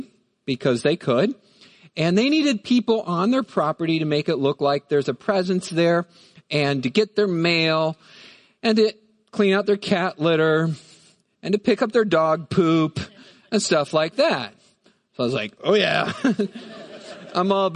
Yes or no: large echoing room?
yes